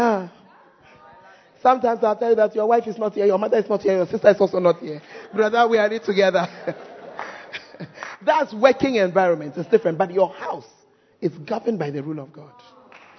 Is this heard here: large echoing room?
yes